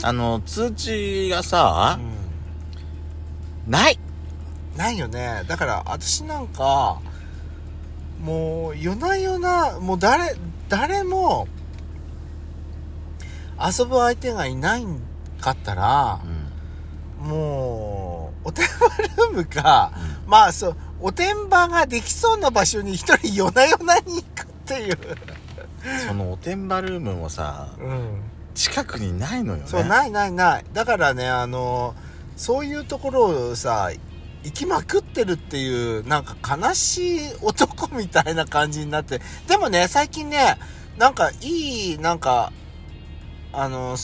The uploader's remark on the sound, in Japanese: 2人組。パーキング収録。